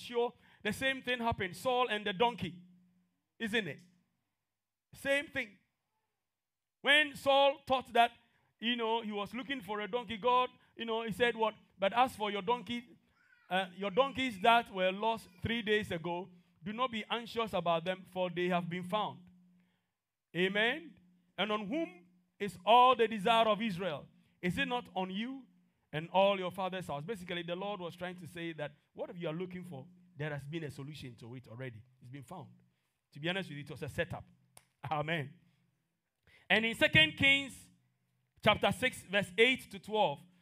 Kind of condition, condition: setting, large echoing room